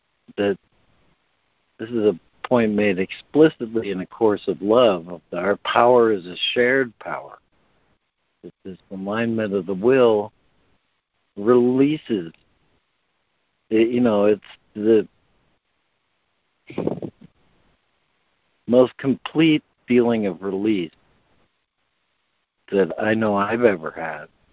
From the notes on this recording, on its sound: ACIM Daily Conference Call.